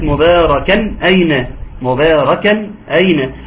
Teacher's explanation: تنوين اتى بعده حرف الهمزة وبالتالي يكون حكمه الاظهار